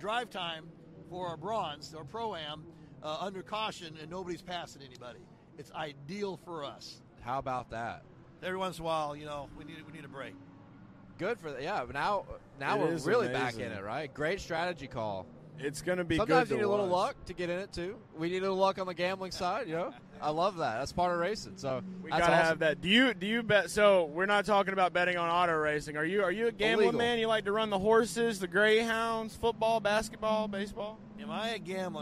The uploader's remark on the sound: LIVE from Daytona International Speedway